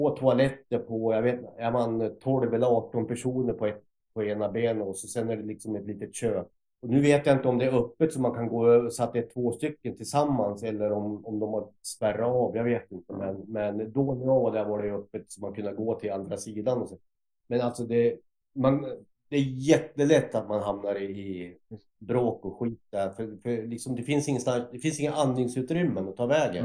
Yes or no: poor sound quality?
yes